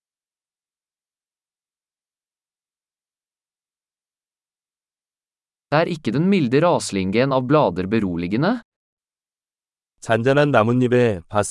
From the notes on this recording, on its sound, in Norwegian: Lyden av den ravende bekken er terapeutisk.